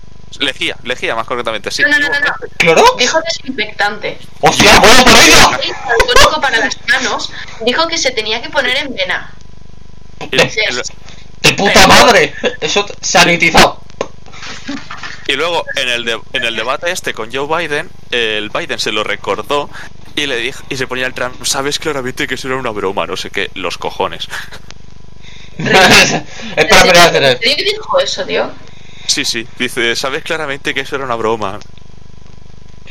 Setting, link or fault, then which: fault, poor sound quality